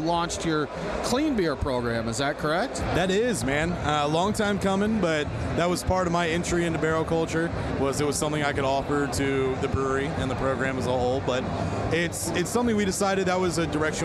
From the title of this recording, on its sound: Live from The Juice Strikes Back Beer Fest!